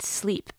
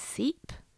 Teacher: simplifying consonant clusters so that the word sleep becomes seep